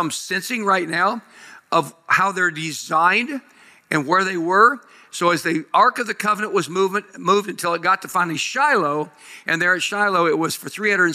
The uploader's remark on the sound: Live at Grace Woodlands Church